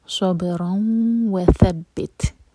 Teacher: تا پر سکون تو تا پر ہمس ہوگی، سانس جاری رکھیں گے. وثبت اقدامنا، حمزہ لائٹ قاف ہیوی اور قاف پر قلقلہ.